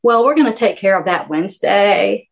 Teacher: it's kind of a little gravelly thing at the end · Term: vocal fry